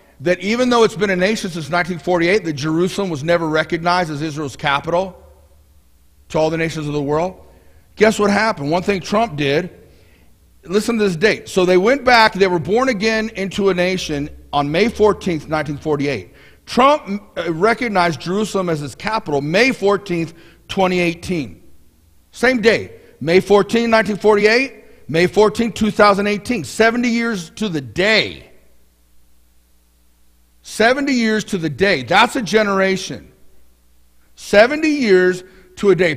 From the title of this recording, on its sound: Mt. Zion Church Live!